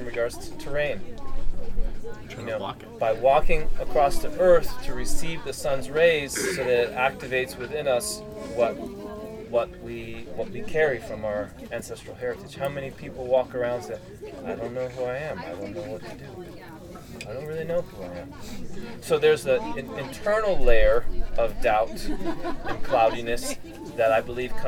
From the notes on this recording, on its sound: This talk was recorded at a gathering in northern Utah, Fire To Fire.